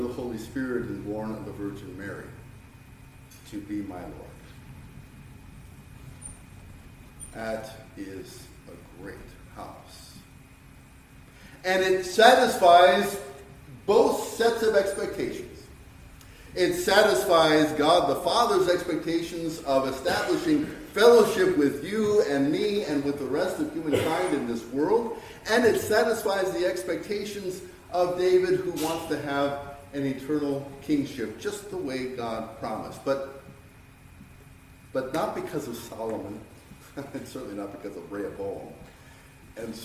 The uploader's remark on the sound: Sermon preached on 12-24-2023.